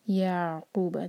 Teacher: جب عین ساکن پر آئیں تو جھٹکا نہ آئے، یا ہلکا سا ٹائم دیں گے زیادہ، یعقوب، تاکہ عین پورا ادا ہو.